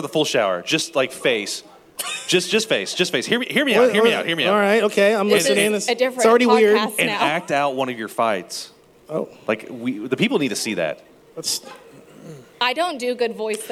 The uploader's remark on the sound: a live recording from our favorite venue